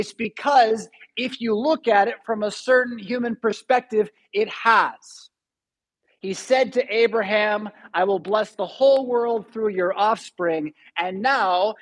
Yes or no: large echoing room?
yes